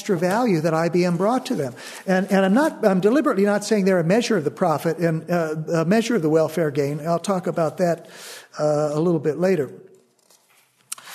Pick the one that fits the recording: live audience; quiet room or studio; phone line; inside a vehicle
live audience